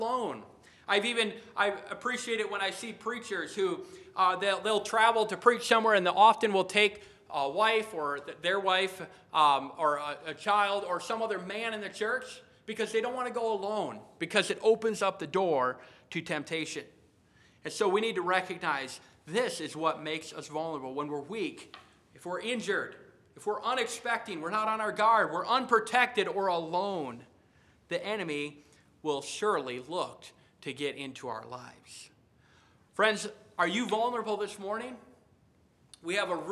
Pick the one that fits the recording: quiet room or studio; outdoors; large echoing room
large echoing room